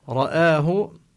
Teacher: رآه هذا هنا مد البدل عند كل القراء غير ورش يمد مدا طبيعيا